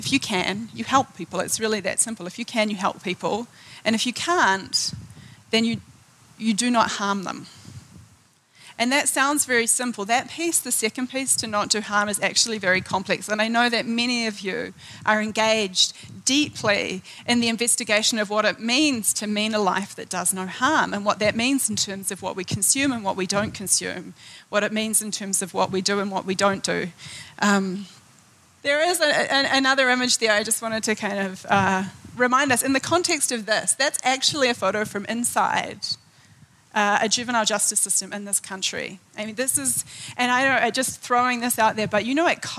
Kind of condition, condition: setting, live audience